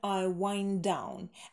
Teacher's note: Ну и соединяется, по сути, звук D на стыке